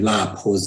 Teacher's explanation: hiába a B az egy zöngés hangzó a H hatására zöngétledik, és úgy fogjuk ejteni, hogy lábhoz.